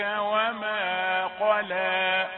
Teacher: قاف مفخمة لام رقيقة